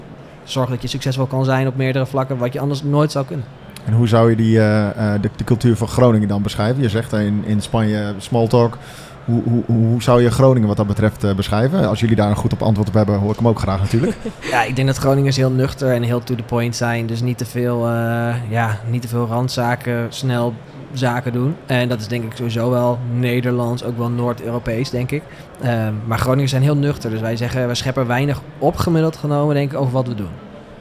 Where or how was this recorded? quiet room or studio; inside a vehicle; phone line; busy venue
busy venue